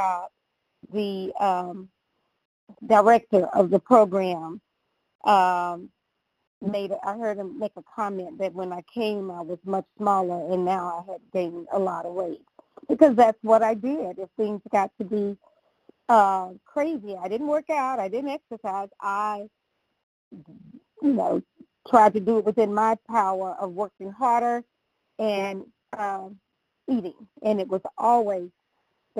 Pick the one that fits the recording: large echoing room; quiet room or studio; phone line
phone line